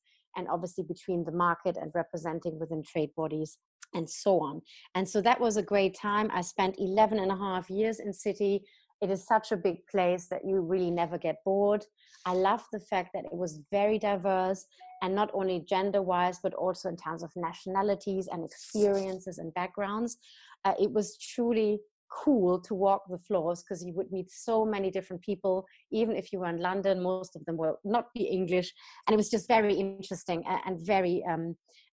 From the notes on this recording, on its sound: joined over Zoom